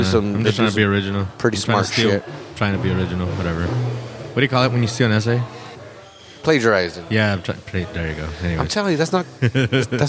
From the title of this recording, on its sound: May Open Mic at The Press Club